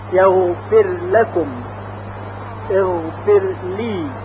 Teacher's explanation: حرف را ساکن در لام ادغام نمیشه مثل یغفر لکم، یعنی نمیگوییم یغفر لکم، در روایت 7 ادغام نمیشه یغفر لکم، اغفر لی.